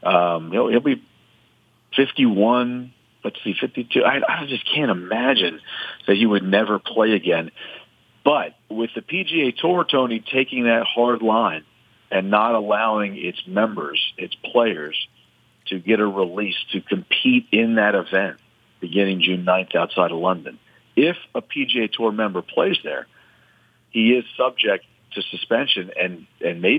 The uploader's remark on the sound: phones